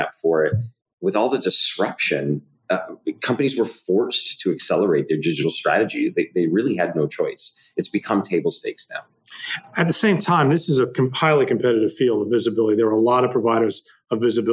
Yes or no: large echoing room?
no